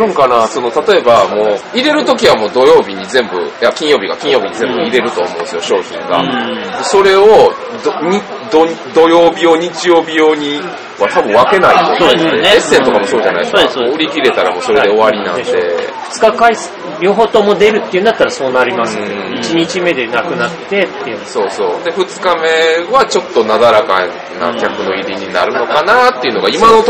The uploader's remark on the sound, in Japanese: ゲームマーケット神戸2017前日会にて。お酒の勢いであれやこれや喋っちゃうよ！！